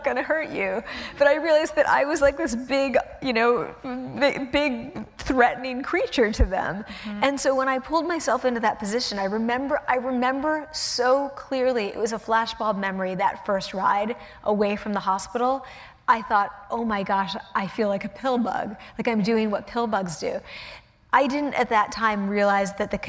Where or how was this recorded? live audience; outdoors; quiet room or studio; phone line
live audience